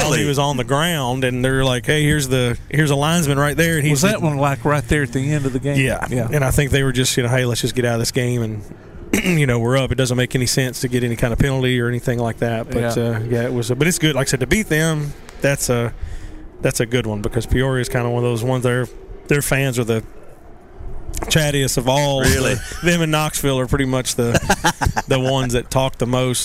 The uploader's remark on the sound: Live at Eli's Block Party Car Show